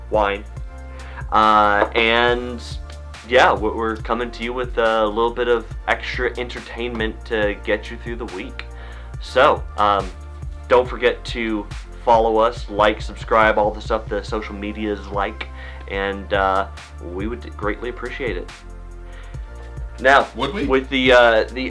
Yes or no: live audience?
no